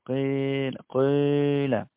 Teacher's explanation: قال: ولك إشمام الكسرة الضمة، يمكن أن تخلط الكسرة مع الضمة فتقول مثلا قيل، وهذا لا يرى جيدا إلا بالعين، ضم الشفتين مع تسفل اللسان في داخل الفم · قال: ولك إشمام الكسرة الضمة، وهو خلط الكسرة بشيء من صوت الضمة، هذه يعني الطريقة الثانية في بناء هذه الأفعال للمجهول، إما تقول قيل ياء صريحة، وإما تقول قيل ياء مشمومة بالضم.